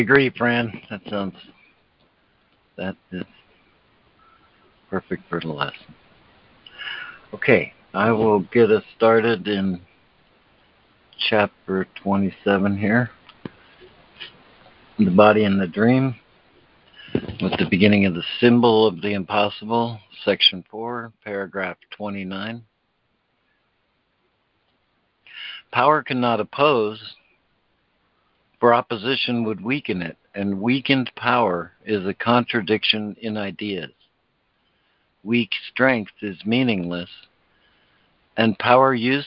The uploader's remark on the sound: ACIM Daily Conference Call